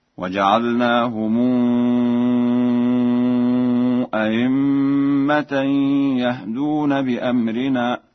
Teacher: قرأها ورش بتسهيل الهمزة الثانية بين أو إبدالها ياء خالصة